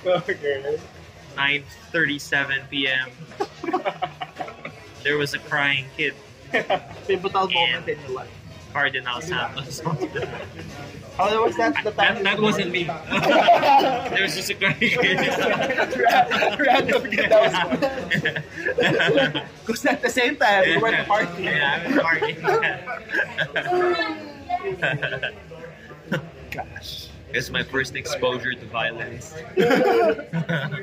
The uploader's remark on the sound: This was recorded in Fauna, a cozy speak-easy at the heart of Bonifacio Global City